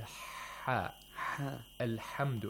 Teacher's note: ha is pronounced from deep in the throat, from the pharynx. The pharynx wall is narrowed down.